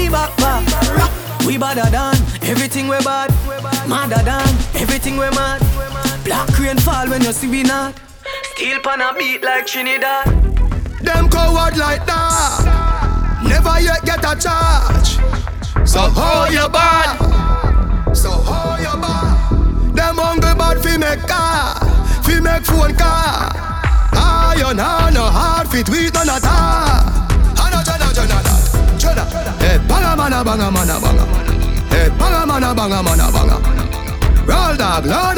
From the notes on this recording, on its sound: selecting and micing live at "SAM'S 34TH B'DAY EDITION"